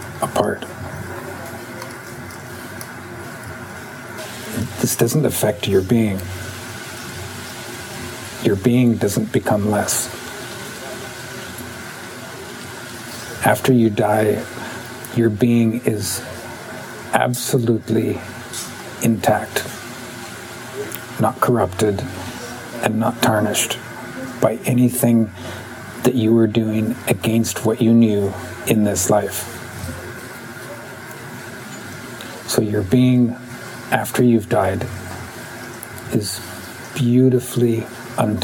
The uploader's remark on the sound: Netanya, Israel Event and Open Mic & Nordegg, Canada Open Mic